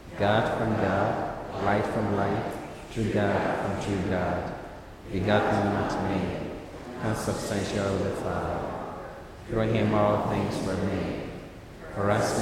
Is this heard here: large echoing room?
yes